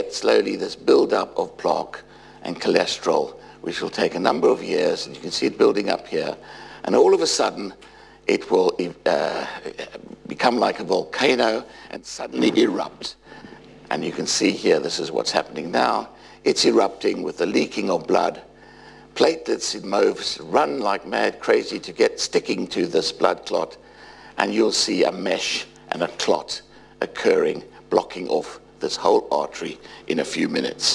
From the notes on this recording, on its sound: UCL Lunch Hour Lecture